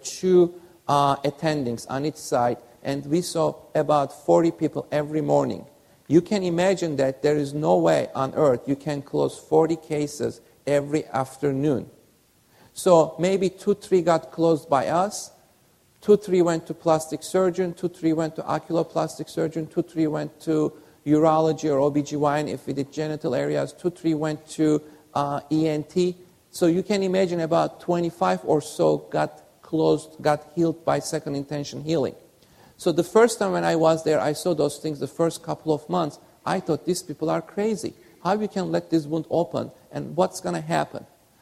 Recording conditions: live audience